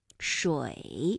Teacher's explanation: 发音的时候它的韵母是由乌，发音的状态快速转换到一 · Term: 复韵母